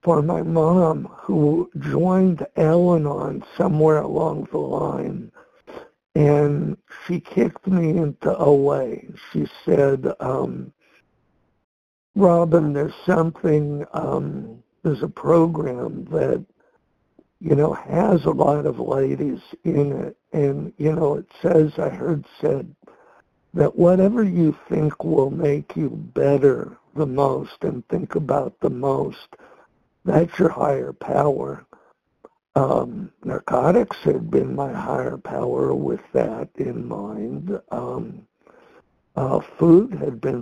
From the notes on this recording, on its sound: from the 100 Pounders Phone Meeting